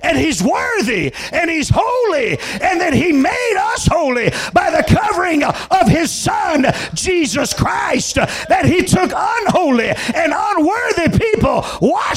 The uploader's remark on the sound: Full sermon recording from February 20, 2022 at Thompsonville Church of God. This is the full sermon recording.